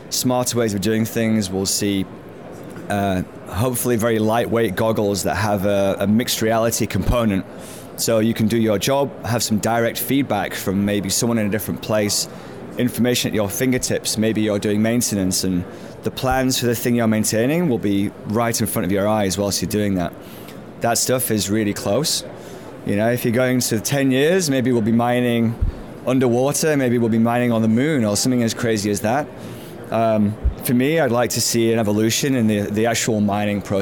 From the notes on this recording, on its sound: Recorded from the Trade Show floor at PDAC 2019, one of the world’s premier mineral exploration conventions.